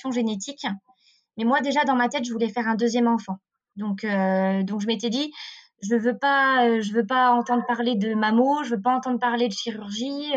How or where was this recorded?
video call